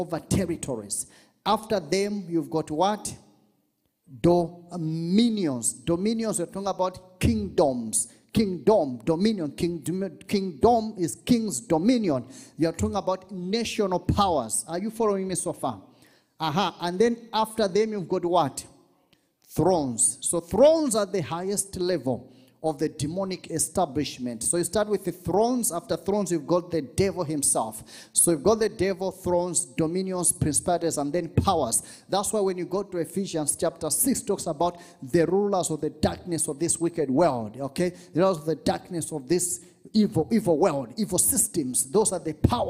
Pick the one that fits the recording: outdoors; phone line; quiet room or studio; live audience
live audience